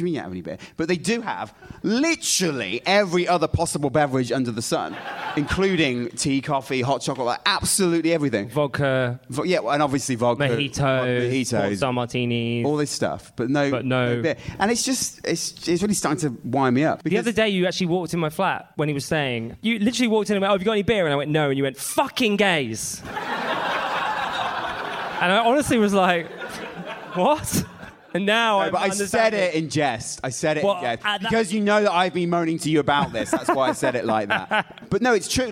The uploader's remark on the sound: Live in Manchester. Live from the Manchester Podcast Festival.